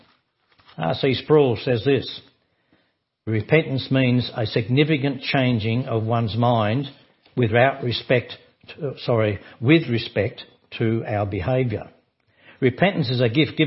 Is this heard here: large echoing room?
yes